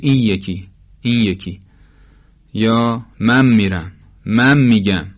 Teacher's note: نون هر وقت به یه میرسه، هر وقت به میم میرسه، تبدیل به یه یا میم میشه. اینو بهش میگیم حکم حرف نون.